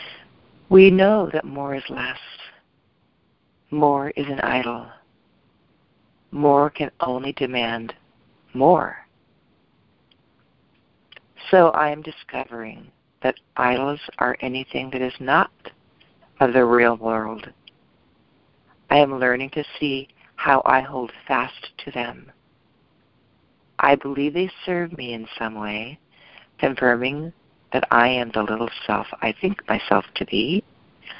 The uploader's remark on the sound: ACIM Daily TEXT Conference Call.